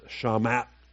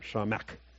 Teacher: The verb is shama. And it closes with a guttural consonant that's hard for English speakers to get out · Shown in: first take · Term: ayin sound